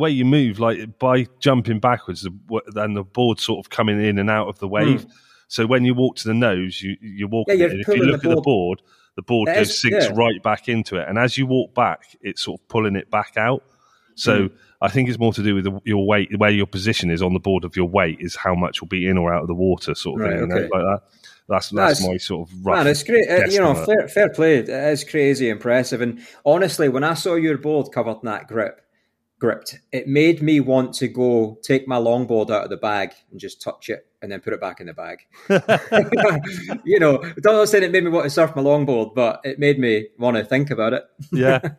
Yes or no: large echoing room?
no